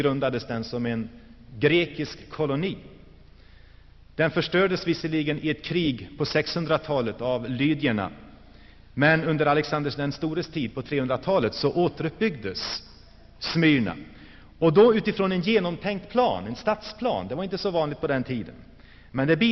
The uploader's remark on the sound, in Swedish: Inspelad i Saronkyrkan, Gšteborg.